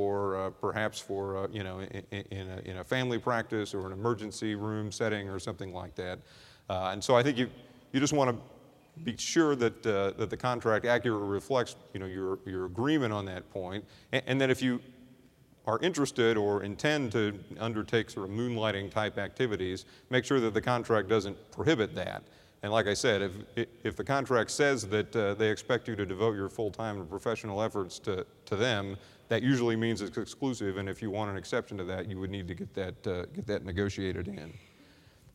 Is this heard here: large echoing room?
yes